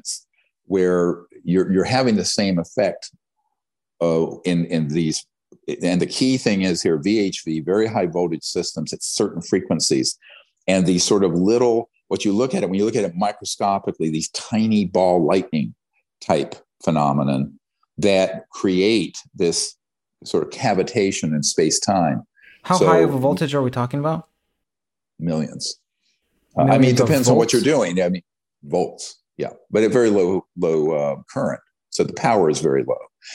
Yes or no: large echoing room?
no